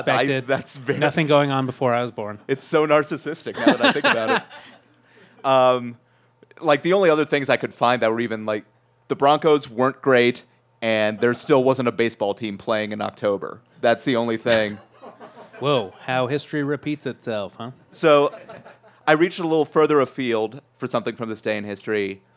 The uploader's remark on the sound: Live from the Denver Podcast Network Showcase. A whole slew of shows were on stage that night.